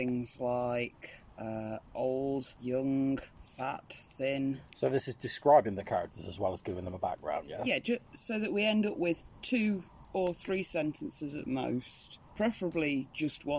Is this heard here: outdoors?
yes